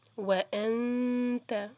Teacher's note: ان نون کو چھپائیں گے، نون پر اخفا ہے، آگے تا آ رہا ہے